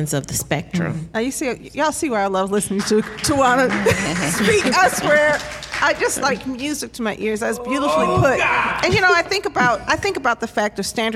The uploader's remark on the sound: This week Authentically Detroit hosted a special live podcast